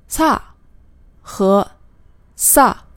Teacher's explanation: 第一个字是松音，第二个字是紧音